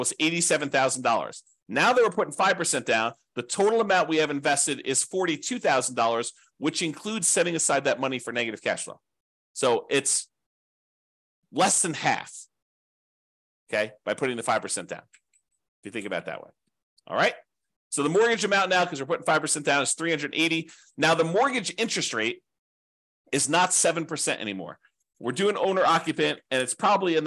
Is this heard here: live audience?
no